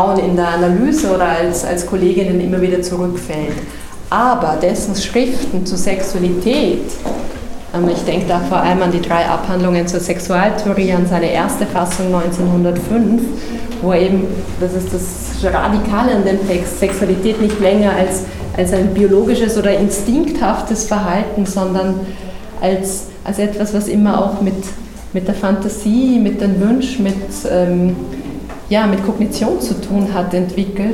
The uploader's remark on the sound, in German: Zu hören ist der Mitschnitt einer Führung